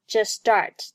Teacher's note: just 和 start 连在一起，just 爆破音，失去爆破，读作 just start.